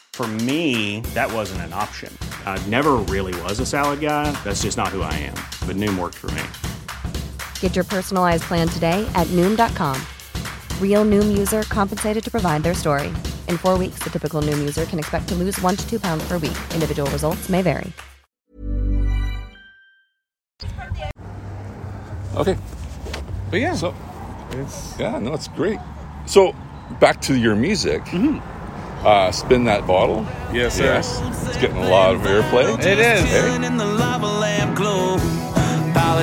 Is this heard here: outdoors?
yes